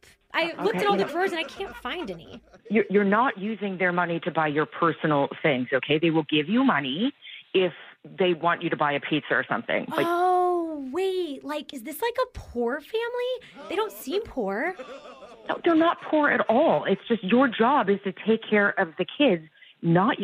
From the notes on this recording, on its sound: In your Phone Tap, we call a long-time nanny while she’s on vacation and introduce her to her clueless, unskilled and dangerous replacement.